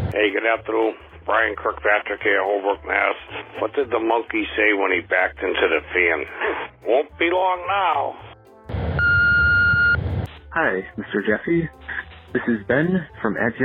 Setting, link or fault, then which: link, phone line